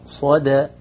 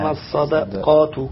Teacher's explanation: الدال المرققة بين الصاد قبلها والقاف بعدها · Shown in: second take · حتى بعض الناس يقولون صدق الله صدى، إنما الصدقات الصدقات، اقرأها إنما الصدقات الصدى الصدقات.